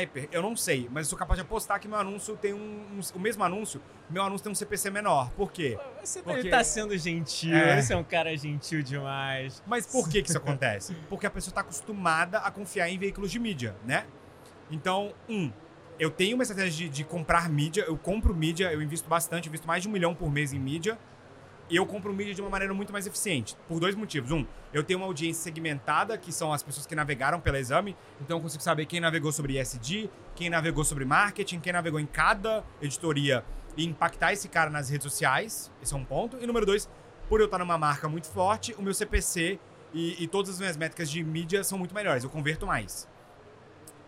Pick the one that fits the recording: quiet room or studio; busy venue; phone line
busy venue